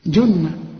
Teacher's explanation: الجيم هنا معطشة ومضمومة